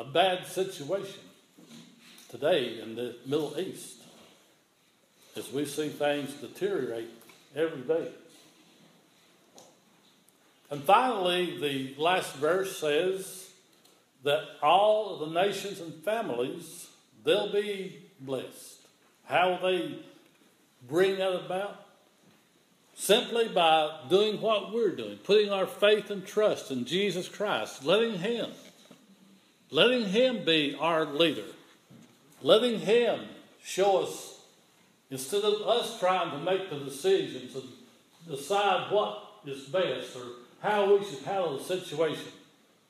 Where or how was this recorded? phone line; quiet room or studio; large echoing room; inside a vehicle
large echoing room